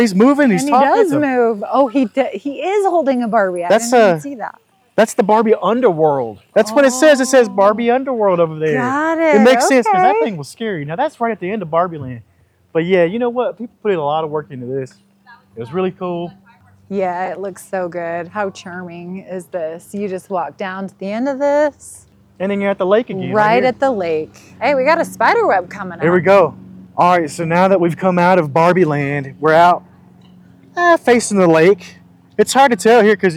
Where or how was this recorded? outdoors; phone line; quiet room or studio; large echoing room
outdoors